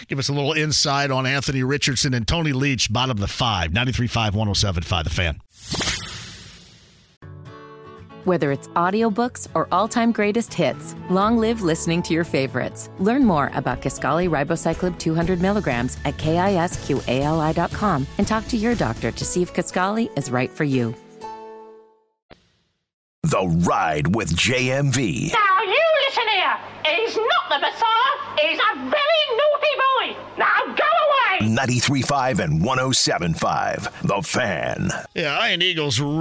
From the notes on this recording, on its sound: opens the phone lines up for questions and comments from callers